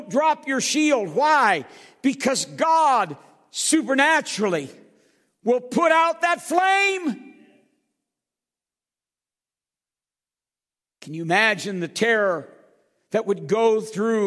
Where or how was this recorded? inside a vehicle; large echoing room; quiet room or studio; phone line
large echoing room